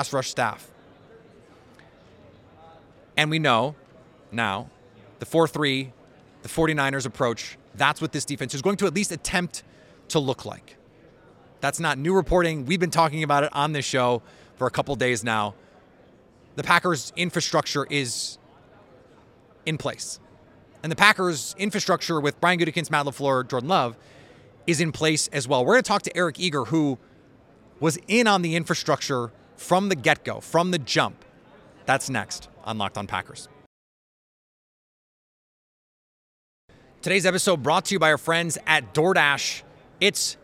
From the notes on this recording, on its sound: All live from Radio Row in Las Vegas for the Super Bowl.